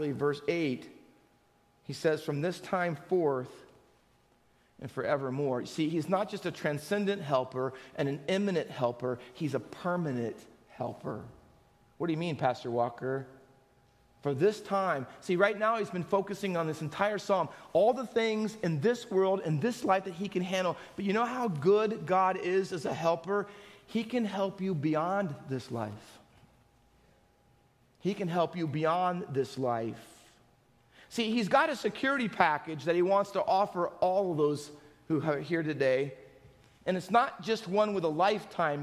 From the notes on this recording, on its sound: Faith Baptist Church in Hamilton, NJ.